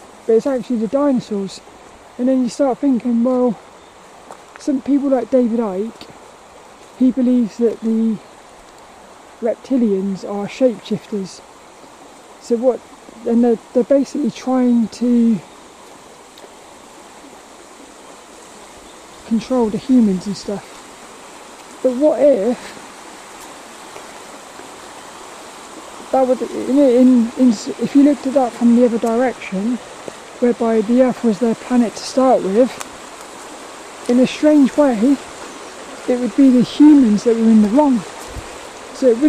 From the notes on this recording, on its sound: Hope you enjoy this lil walk and talk around Plymridge Woods.